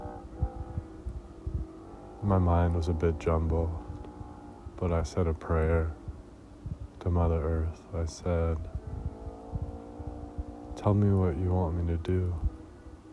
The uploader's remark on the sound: "van top prayer" outside Joshua Tree